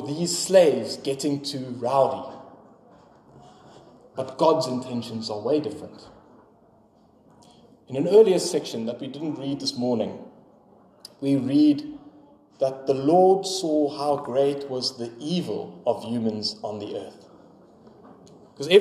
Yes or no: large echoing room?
yes